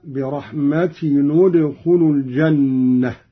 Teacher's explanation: قرأ قالون بضم أولى الساكنين وهو تنوين التاء هكذا: برحمتي ندخل الجنة.